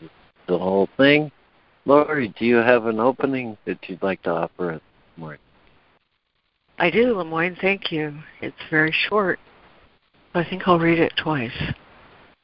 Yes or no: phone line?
yes